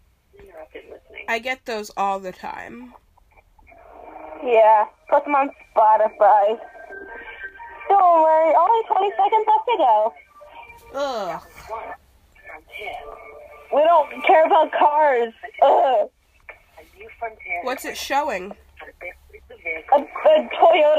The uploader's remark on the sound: Talking to my friends on the phone. Today I talked on the phone with my friend.